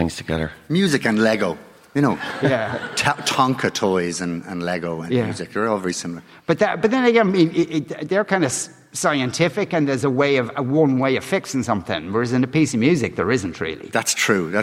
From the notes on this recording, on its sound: live from the Triskel Arts Centre in Cork City.